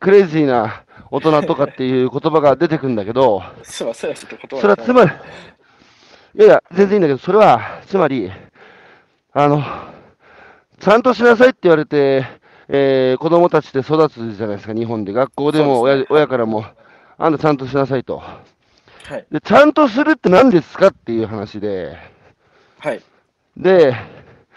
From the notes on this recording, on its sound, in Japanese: 歩きながら1時間、対談する。